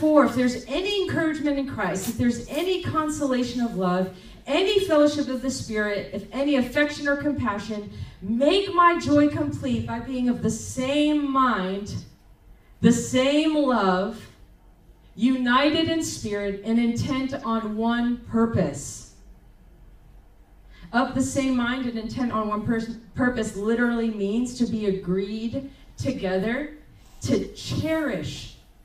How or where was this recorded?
large echoing room